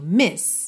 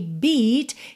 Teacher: em miss, a gente tem o I bem curtinho, miss. Já em beat, a gente tem esse som comprido